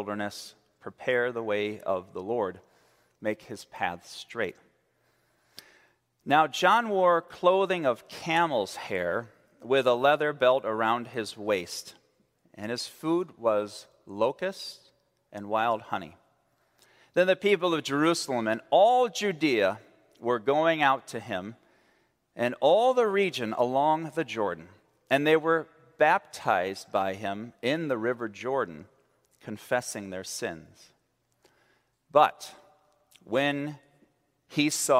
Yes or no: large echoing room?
yes